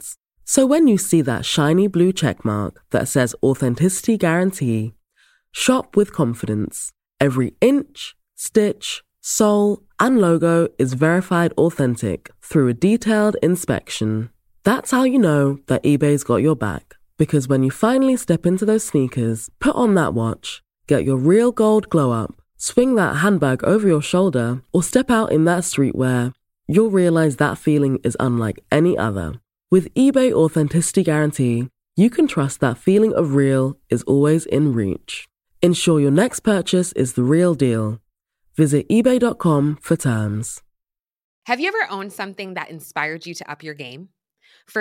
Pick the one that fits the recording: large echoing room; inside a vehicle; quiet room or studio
quiet room or studio